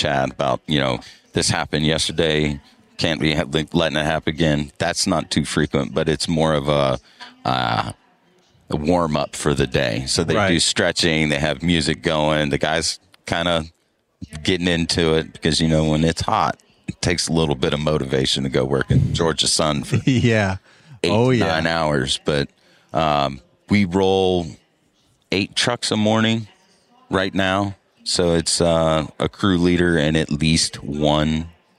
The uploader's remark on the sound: LIVE from Pod-Row at Synkd LIVE 2024 in Atlanta.